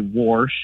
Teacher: I hear a lot of old folks say warsh and things like warder, and so I hear that extra R get added occasionally. · Term: R insertion